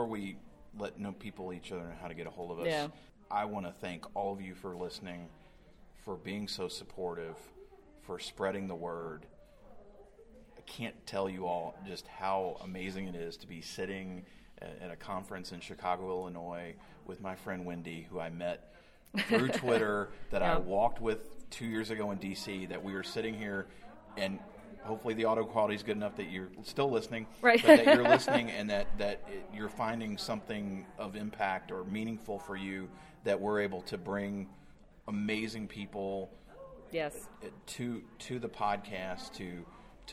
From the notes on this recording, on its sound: sat down face to face with a microphone LIVE from SHRM18 in Chicago, IL!